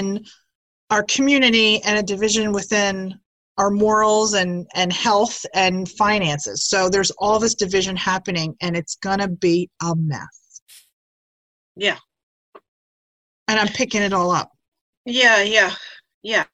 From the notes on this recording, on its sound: A zoom chat with the sisters to catch up on how the quarantine is going.